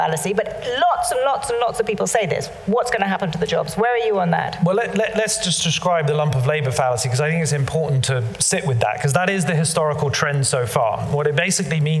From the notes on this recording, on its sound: live at the Tabernacle theatre in London